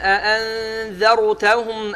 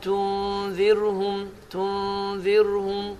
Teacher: Ənzərutəhumda olan ranı qalın formada oxurduq. Amma tunzirhum sözündə olan ranı isə inci formada oxuduq. Nəyə görə? Səbəbi budur ki, əgər sukunlu nundan sonra əvvəl kəsrə gələrsə, bu zaman bu kəsrə ranın məxrəcinə təsir göstərir və ra incə oxunur.